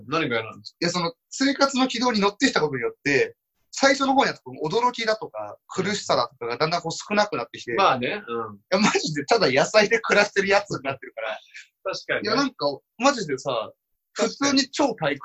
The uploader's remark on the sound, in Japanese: まっさらブルーシートの上でお送りする音質ちょい悪回。